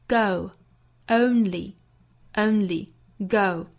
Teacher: 要注意从 e 到 o 的滑动